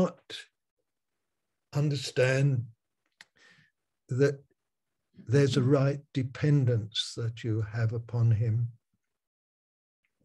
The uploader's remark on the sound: Malaysia Meets (Zoom).